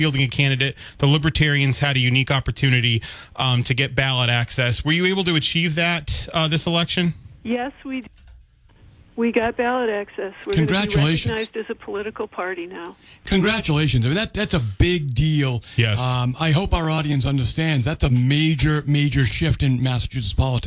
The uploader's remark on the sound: Take calls from the audience.